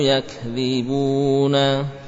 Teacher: ada usaha untuk tidak memberikan gunnah pada wawu mad